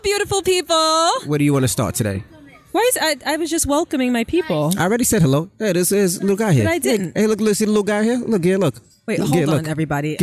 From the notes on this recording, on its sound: Live From The FontaineBleau